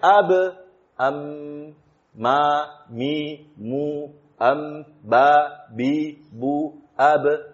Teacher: Nah, mim yang dipilih untuk menggantikan nun karena mim ini secara makhraj dia sama dengan ba. Sama-sama keluar baina syafatain · Term: satu makhraj